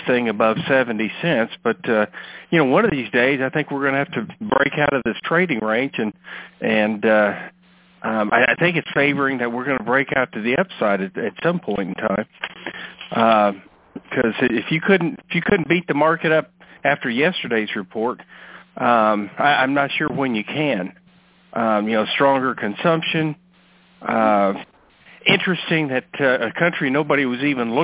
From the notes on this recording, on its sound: Monthly Conference Call